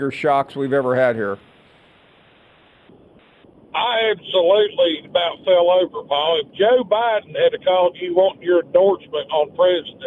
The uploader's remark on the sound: of course we take more of your phone calls.